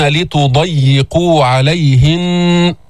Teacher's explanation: نقف بالغنة بمقدار حركتين، لا ينبغي أن تقف لتضيقوا عليهن، لا، عليهن بدك تجيب الغنة بمقدار حركتين